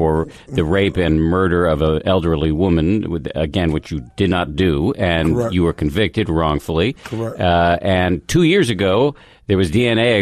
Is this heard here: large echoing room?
no